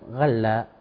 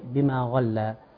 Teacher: الغين هنا محركه في مرتبه عاليه من التفخيم · Shown in: second take